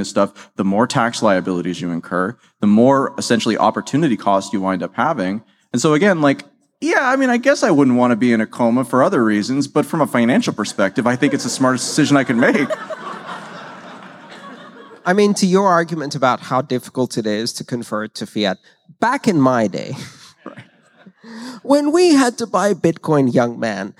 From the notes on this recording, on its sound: In-person and uncut episode recorded live at the Music Box Theater in Chicago, IL along with 700 of our closest friends. This episode was recorded live. Along with all the member of the audience who asked questions.